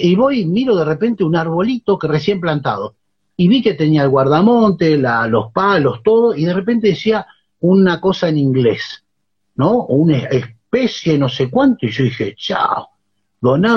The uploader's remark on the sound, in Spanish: Y a pedido de quienes escucharon en vivo, responde preguntas.